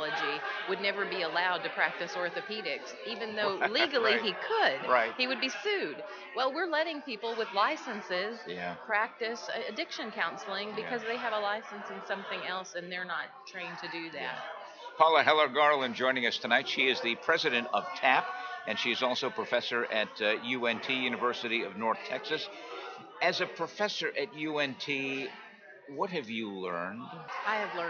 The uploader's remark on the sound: at the 2015 TAAP Conference on Addiction Studies in San Antonio, TX in August 2015